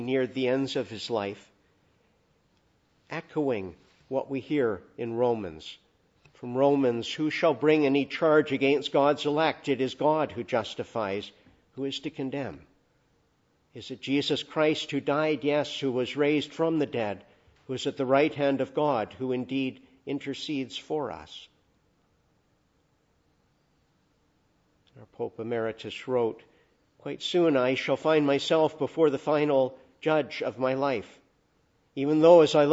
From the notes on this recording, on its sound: Preached in the Annunciation of the Blessed Virgin Mary, Ottawa, at a Requiem Mass for Pope (Emeritus) Benedict XVI.